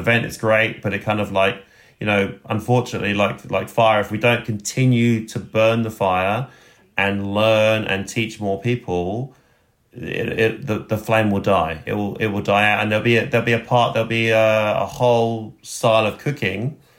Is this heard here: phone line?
no